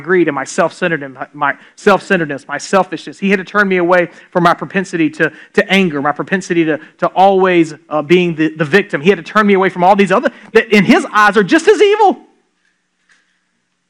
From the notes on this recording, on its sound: This episode was recorded during a live church service at Islands Christian Church in Savannah, Georgia.